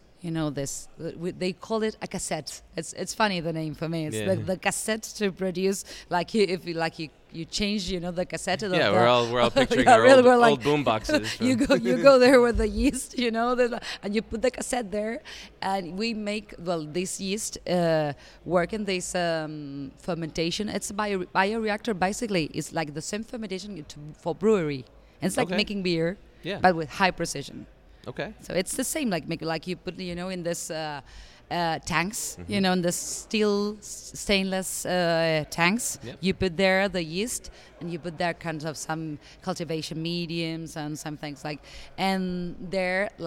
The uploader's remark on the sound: Aquademia Live! From the Responsible Seafood Summit 2023